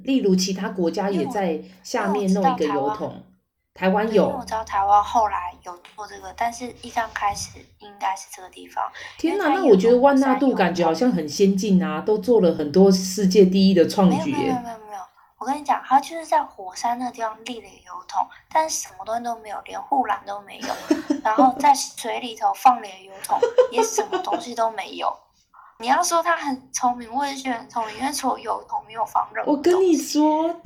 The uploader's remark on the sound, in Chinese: 我決定瞞著她打開手機錄音